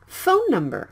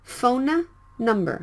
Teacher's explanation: The same N sound here. You can drop one and pronounce it for a little bit longer. · Shown in: first take · Phone number, not phona number. · Term: linking sounds